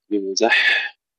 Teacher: وما هو بمزحزحه من العذاب، هنا ننتبه إلى الحاء بمزح، تسكين الحاء مع الهمس